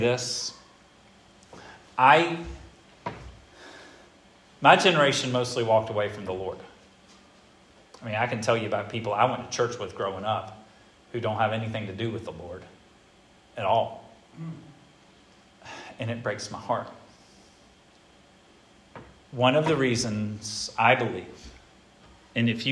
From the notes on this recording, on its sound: This sermon was preached at Hope Fellowship